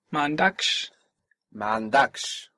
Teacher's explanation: The accent is coming on the end.